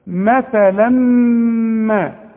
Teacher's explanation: وكأنه ادغام كامل بغنة